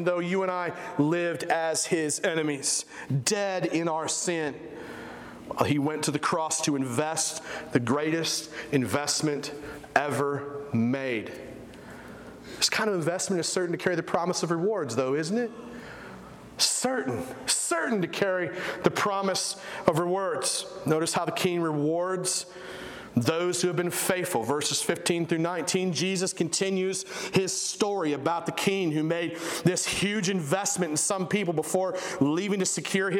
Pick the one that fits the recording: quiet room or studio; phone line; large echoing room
large echoing room